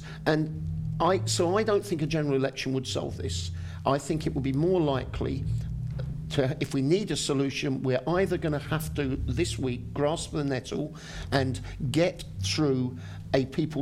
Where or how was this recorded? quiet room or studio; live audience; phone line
live audience